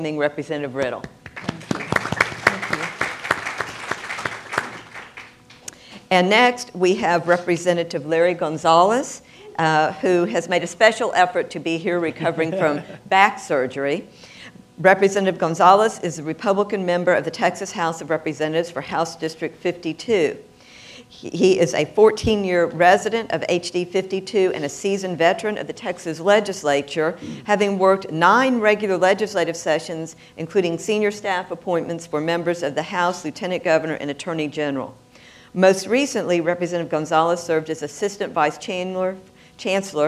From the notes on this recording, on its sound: panel at The Texas Tribune Festival